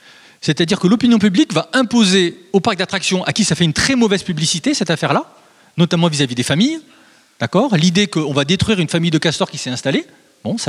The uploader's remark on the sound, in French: Conférences données pour les 15èmes Entretiens de Bibracte en septembre 2021, à Saint Léger sous Beuvray.